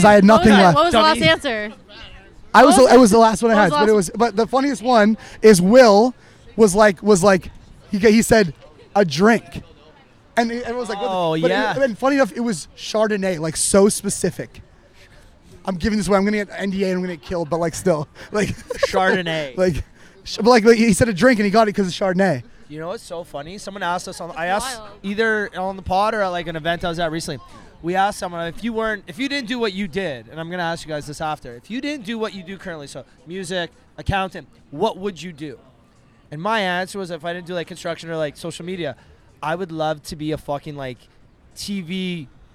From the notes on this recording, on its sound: Big thanks to the team at Piccolo for hosting us on their lovely patio last Saturday for our first ever LIVE podcast.